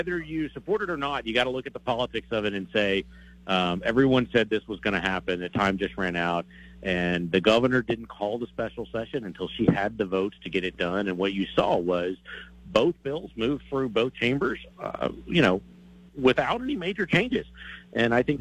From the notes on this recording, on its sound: Takes your phone calls on the topic.